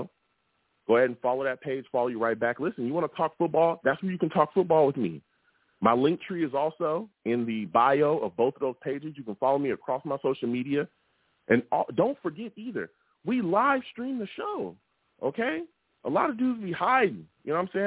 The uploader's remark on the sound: Tonight live at 7pm eastern. I’ll also take live callers!